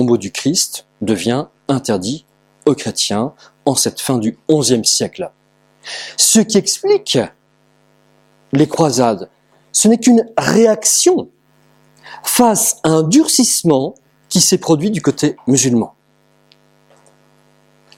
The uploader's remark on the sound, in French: Conférence réalisée par Academia Christiana lors du colloque «Reconquérir les esprits et les coeurs» en aout 2017 à Sées - Normandie.